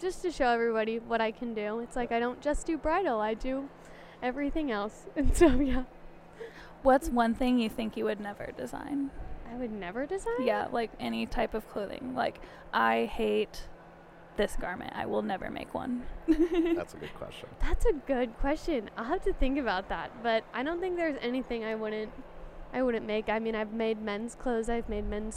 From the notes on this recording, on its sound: We are recording at KC Fashion Week